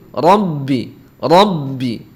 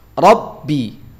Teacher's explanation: Kita tekan ba itu dia sifatnya syiddah, kuat dan jahar ya · Shown in: second take · Syiddah artinya suara tertahan, jahar artinya aliran udara tidak mengalir ya.